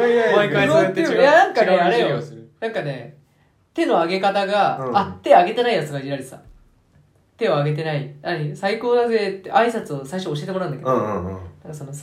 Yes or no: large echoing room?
no